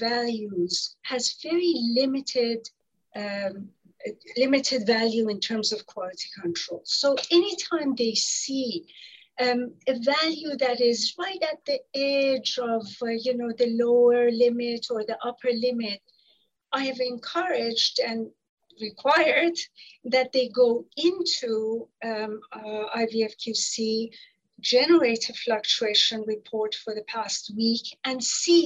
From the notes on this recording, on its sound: conversations our panels are having in the 'after party' zoom